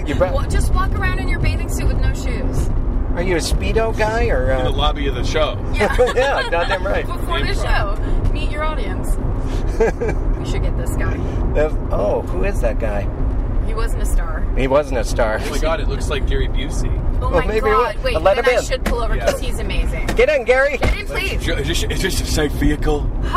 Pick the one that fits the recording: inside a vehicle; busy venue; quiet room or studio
inside a vehicle